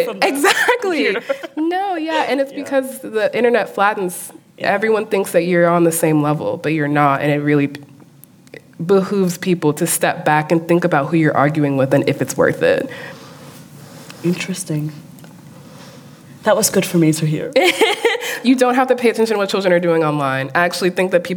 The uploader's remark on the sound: Live from Copenhagen. On stage at CPH:DOX.